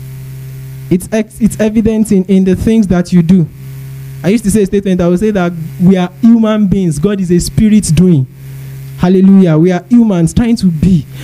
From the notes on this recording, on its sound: Preached at TACSFON OAU in July 2010.